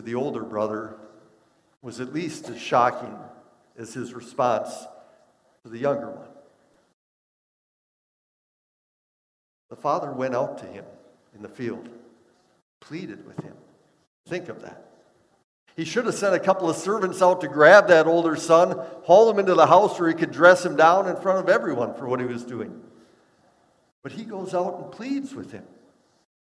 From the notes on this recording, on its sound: Bethany, Appleton, WI. Preached this sermon at Bethany's Sunday worship on March 27, 2022.